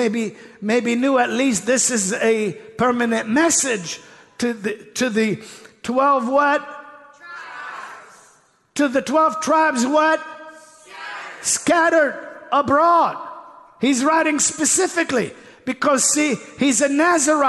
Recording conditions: live audience